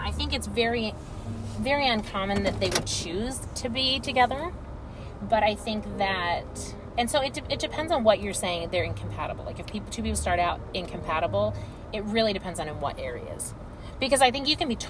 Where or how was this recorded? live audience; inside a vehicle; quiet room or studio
inside a vehicle